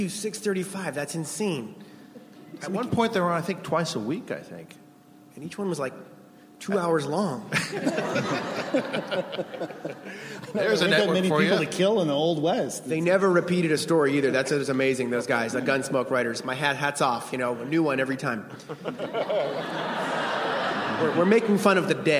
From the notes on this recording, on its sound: The Simpsons from ATX Television Festival. Recorded June 6, 2015 at ATX.